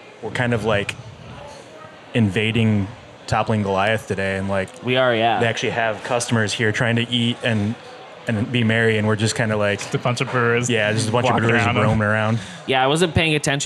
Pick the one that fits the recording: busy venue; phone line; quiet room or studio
busy venue